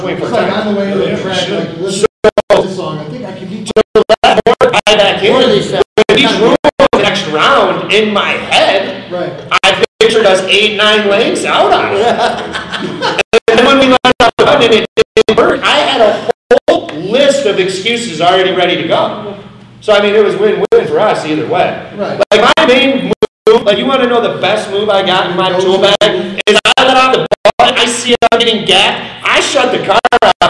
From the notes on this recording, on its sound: Live at PRI trade 2021 show in indy